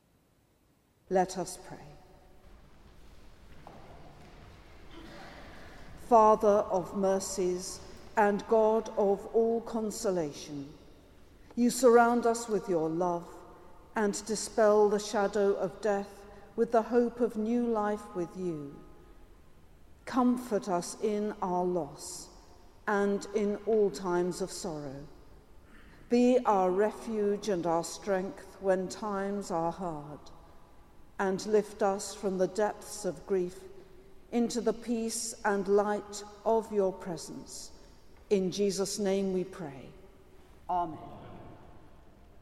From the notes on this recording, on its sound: Has been collated from archive recordings together with specially recorded material in church and in people's homes.